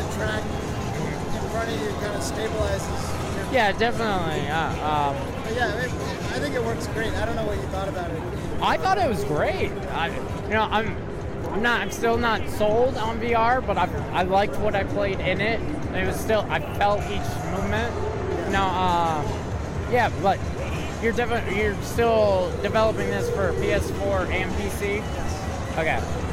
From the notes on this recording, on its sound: audio interviews that I did while at PAX East 2016